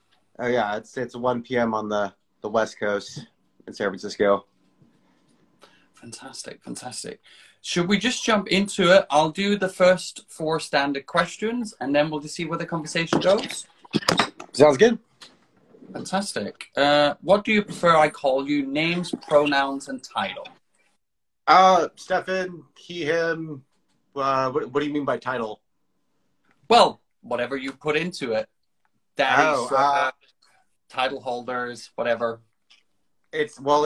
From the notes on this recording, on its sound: Recorded on 4 May 2022 on Instagram Live